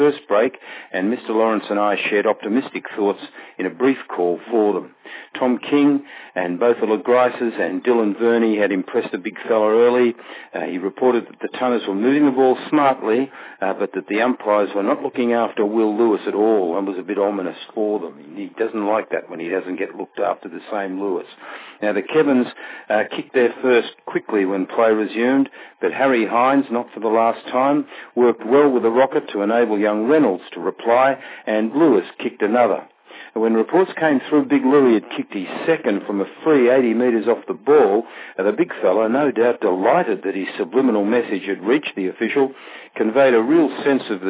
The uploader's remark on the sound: courtesy of live phone updates